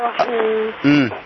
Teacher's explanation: مفيش الرحيم، مفيش ألف بعد الراء